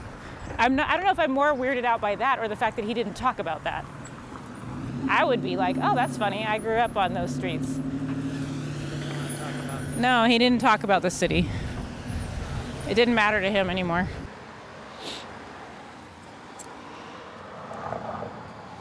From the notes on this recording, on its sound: I recorded it on the first morning of my first Traveling My Roots trip last month. What you’ll hear is raw, mostly unedited audio of me and my husband walking in Lynchburg, Virginia. We start on centrally located 5th street (one of the main Black business areas during segregation), then make our way towards 3rd & Federal Street where my adoptive dad’s childhood home still stands.